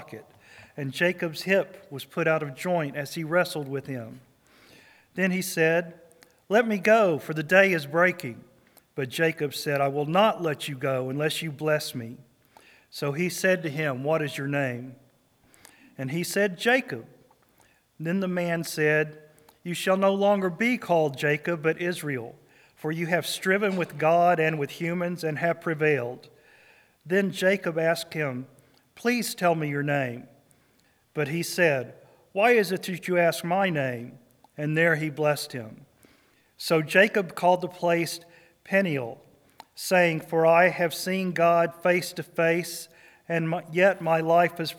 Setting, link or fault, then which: setting, large echoing room